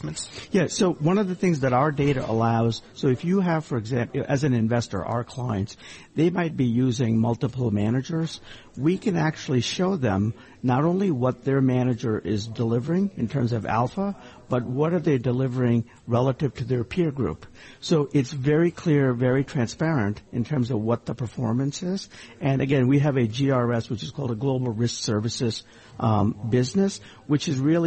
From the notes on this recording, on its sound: Broadcasting live from the BNY Mellon Asset Servicing Conference in Tuscon, Arizona.